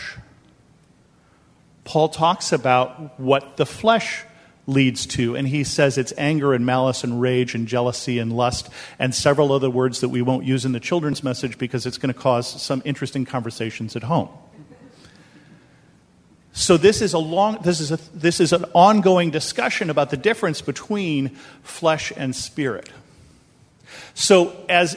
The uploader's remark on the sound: This episode is a sermon that I preached at Bethel Lutheran Church in Cupertino, California.